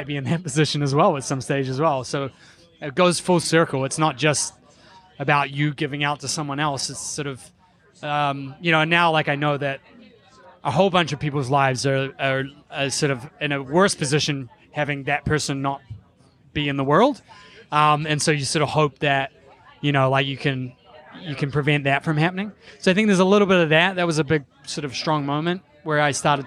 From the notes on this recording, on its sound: This episode was recorded live at the 2019 Propelify Innovation Festival (created by Aaron Price) and is part of Podcast Row.